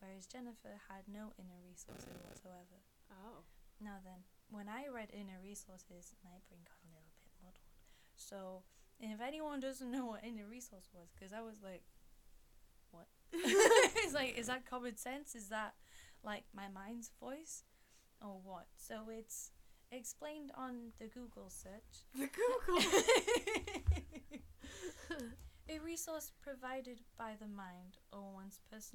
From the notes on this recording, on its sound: Apologies for the audio interference - we had some technical difficulties but I edited it out the best I could!